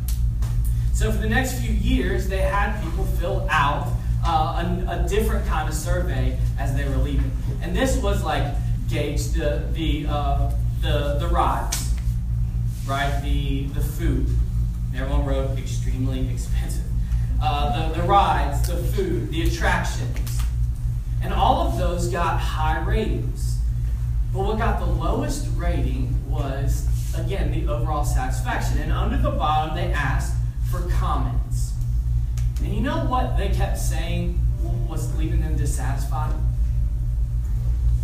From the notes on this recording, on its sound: We had some technical difficulties and had to find an alternative way to record this week. You may need yoru volume all the way up for this recroding.